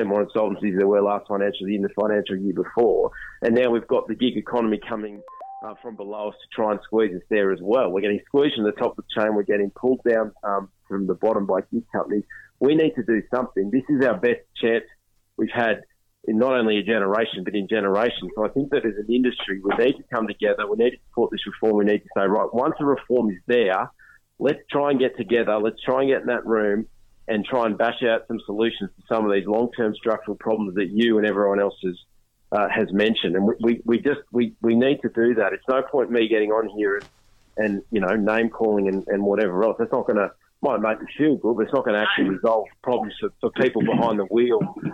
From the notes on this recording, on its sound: Lots of phone in and text messages on a vexed subject.